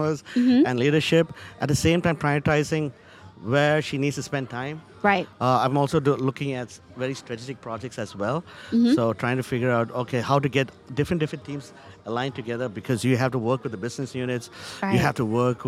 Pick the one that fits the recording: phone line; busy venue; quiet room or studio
busy venue